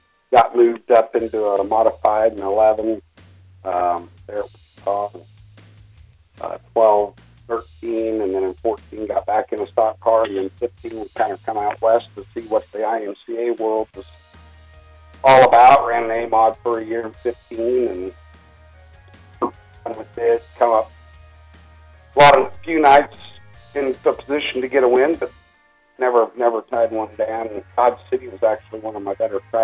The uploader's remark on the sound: over the phone